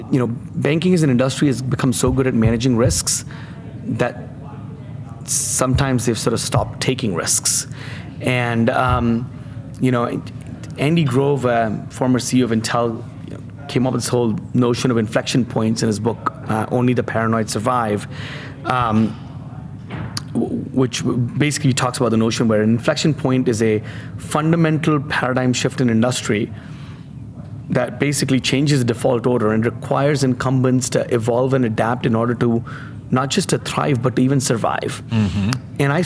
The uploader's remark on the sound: LIVE FROM MONEY 20/20